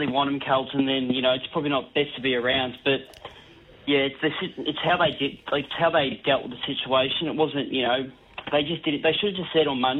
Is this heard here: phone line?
yes